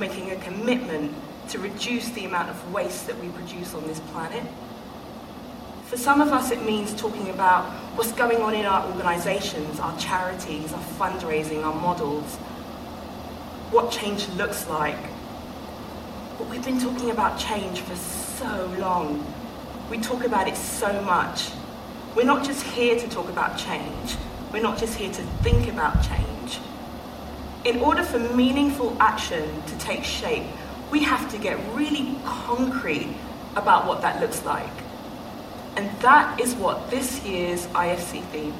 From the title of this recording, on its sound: Live from IFC 2019